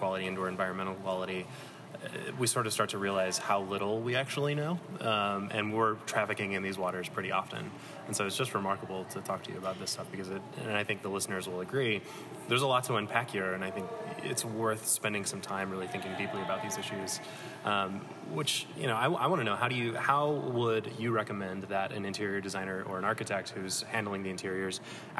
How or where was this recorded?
busy venue